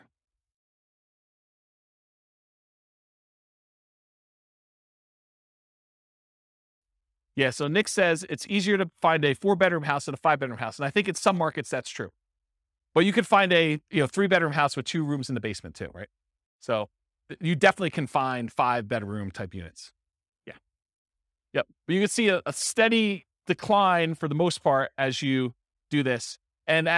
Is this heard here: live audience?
yes